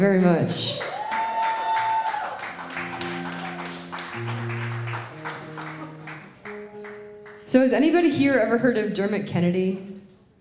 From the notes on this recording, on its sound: During the WOO GRL Festival on April 20, 2019, live from the Pioneer stage. During the WOO GRL Festival on April 20, 2019, live from the Pioneer stage.